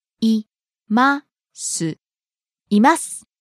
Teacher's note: Starting low, rising on the second syllable, ま, and falling on the last syllable, す.